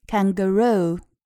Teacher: 那么重音在后面，在第三个音节 roo 上面 · IPA: [,kæŋgə'ruː]